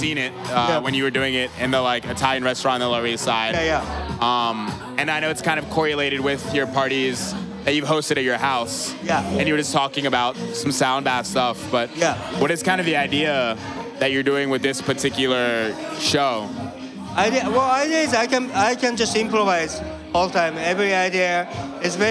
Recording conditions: busy venue